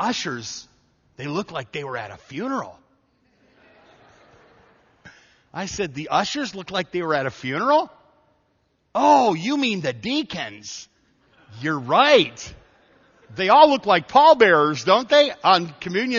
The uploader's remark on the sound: This story was taken from a message preached at Evangel Baptist Church in Taylor, Michigan on July 3, 2011.